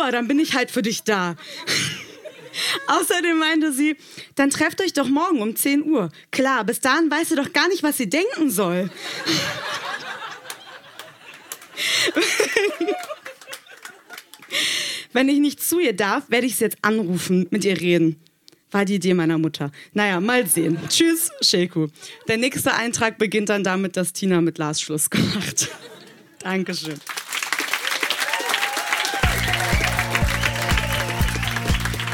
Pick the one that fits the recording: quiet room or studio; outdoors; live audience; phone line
live audience